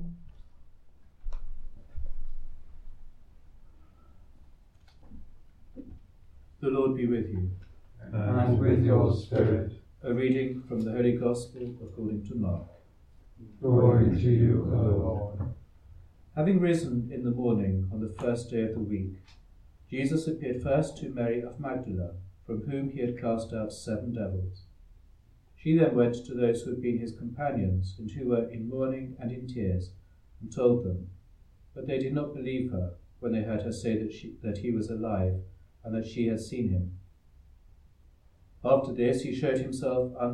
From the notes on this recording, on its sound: Recorded live at Southgate House on 15 April 2023.